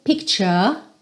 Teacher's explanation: Com a língua enrolada no R, mas no britânico picture.